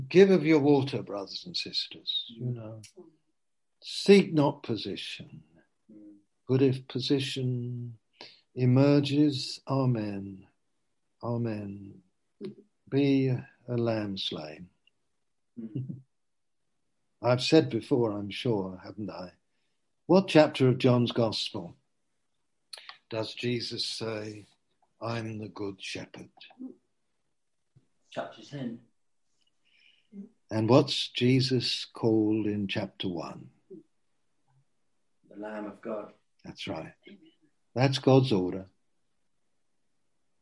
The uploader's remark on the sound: Q & A (Zoom). Teign Valley Sessions.